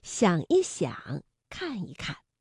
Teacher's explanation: 如果是夹在重叠词之间，要变轻声